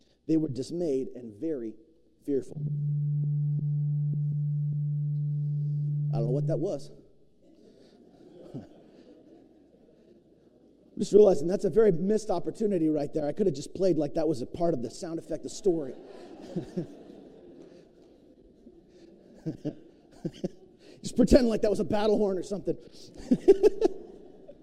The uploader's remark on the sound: preached at New Beginnings Church of God in Roseburg, Oregon